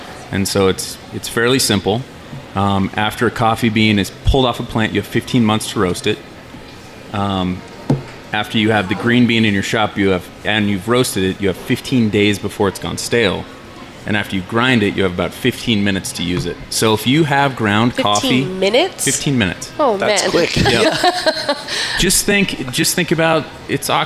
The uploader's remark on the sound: The Modern Eater Show live from The Stanley Marketplace.